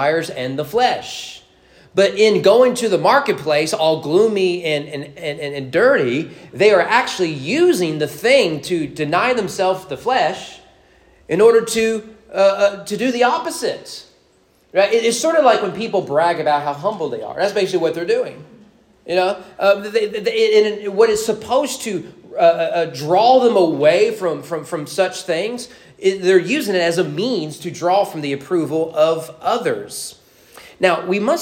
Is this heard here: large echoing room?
yes